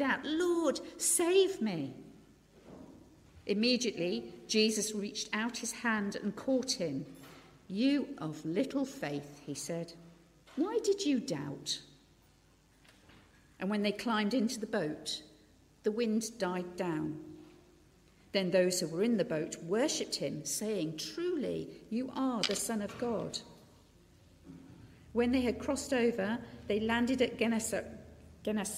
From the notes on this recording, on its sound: at Pembury Baptist Church on 13th August 2023.